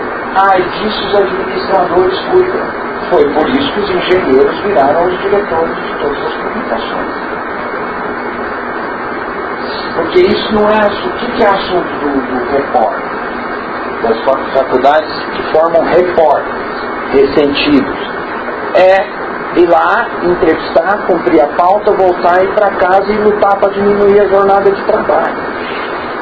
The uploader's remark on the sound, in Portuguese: a captação do nosso áudio ficou um tanto prejudicada (suponho que a culpa seja da ventoinha do projetor, mas também a qualidade do meu gravadorzinho)